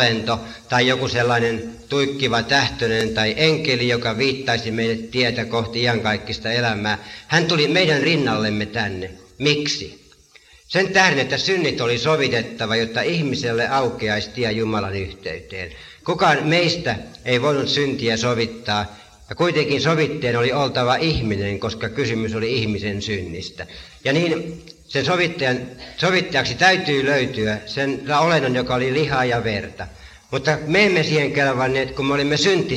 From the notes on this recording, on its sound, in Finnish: Äänitetty Helsingissä Sanan kulmassa 1983.